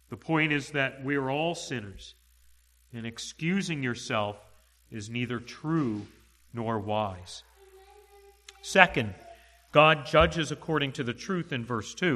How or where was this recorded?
large echoing room